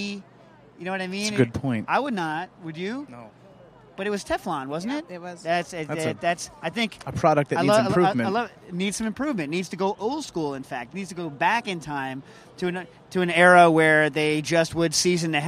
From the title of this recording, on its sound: LIVE From Bass Pro Shop in Bridgeport, CT